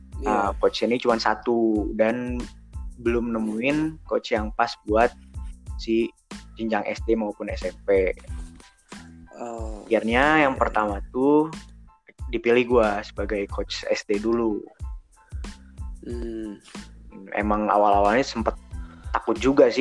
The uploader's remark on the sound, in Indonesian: Semua podcast gue dibuat pake anchor dan online dari dua sumber. Jadi maaf bila ada beberapa omongan yang engga nyambung. Itu mungkin masalah internet pas rekaman, atau internet kalian, atau emang guenya yang ga nyambung.